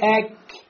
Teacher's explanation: Значит, в нем есть дыхание, то есть продолжается поток дыхания. · Term: хэмс